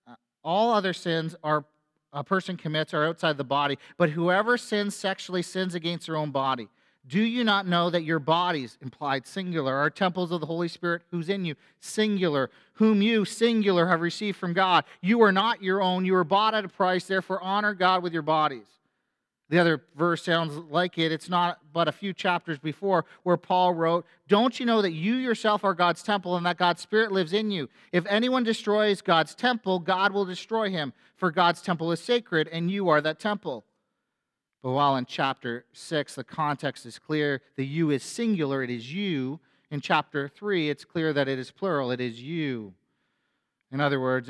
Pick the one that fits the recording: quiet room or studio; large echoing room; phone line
large echoing room